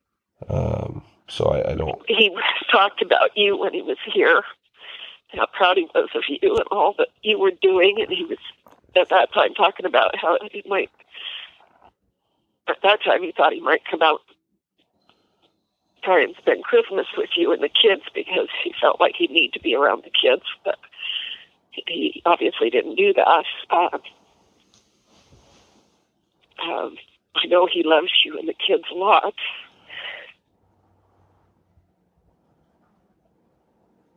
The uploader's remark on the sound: Phone Call With Mom. Phone call with his mother.